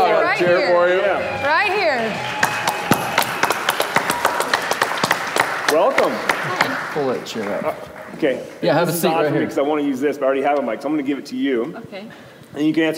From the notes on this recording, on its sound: Come to you from our live show at the Alberta Bair Theater in Billings, MT.